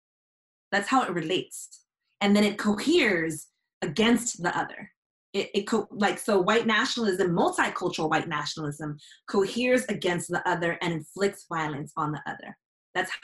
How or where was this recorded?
video call